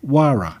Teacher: The Quechua language means the name is pronounced Huayra with a silent H